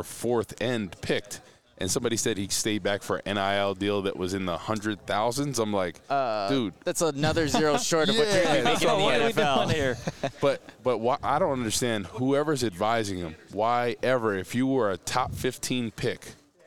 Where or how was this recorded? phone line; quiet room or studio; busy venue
busy venue